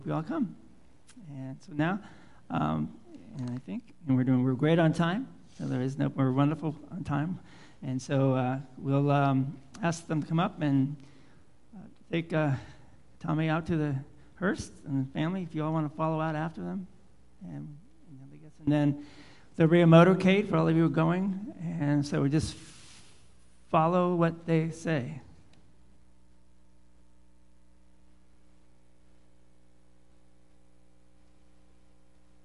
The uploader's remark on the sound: Live Worship Service